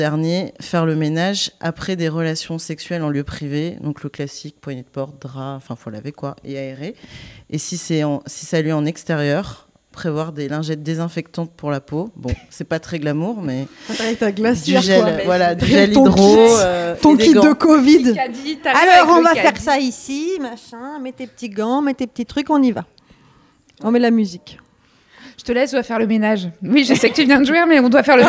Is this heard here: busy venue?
yes